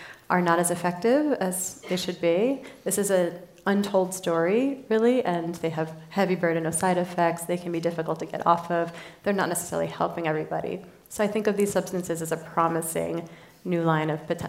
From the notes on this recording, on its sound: A special recording from our sixth annual revitalize event , which was held in Dove Mountain, Arizona, in June. A special recording from our sixth annual revitalize event , which was held in Dove Mountain, Arizona, in June. The insights we learned on the main stage this year were too good not to share.